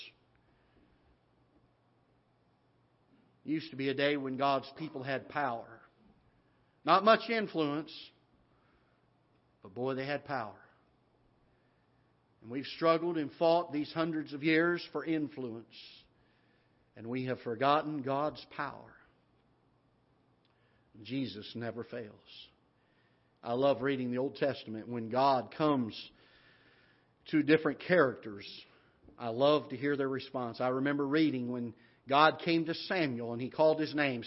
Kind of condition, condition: setting, large echoing room